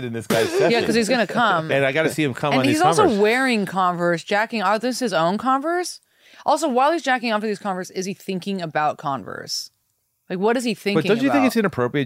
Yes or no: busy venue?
no